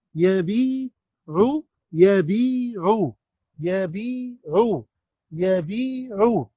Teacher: يا مد طبيعي حركتين